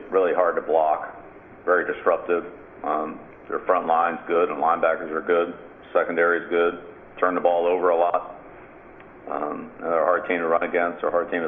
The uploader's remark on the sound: Opponent Conference Call. Head Coach of the New England Patriots Speaks with the New York Media.